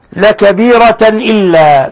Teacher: تنوين فتح جاء بعده الهمزة، الحكم التجويدي إظهار حلقي